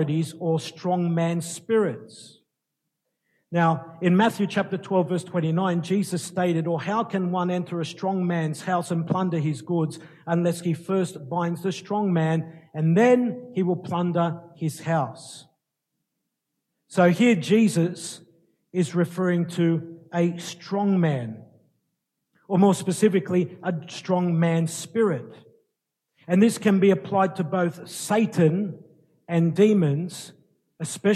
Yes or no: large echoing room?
yes